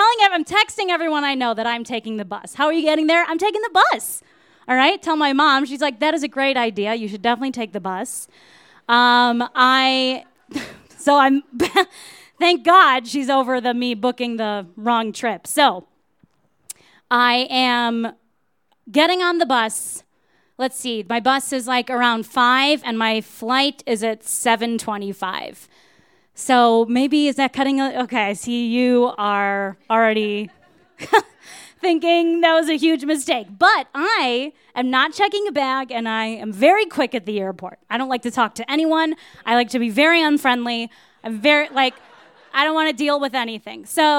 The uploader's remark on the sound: You might notice that our podcast sounds a little bit different! These stories were recorded at The Deer Pile.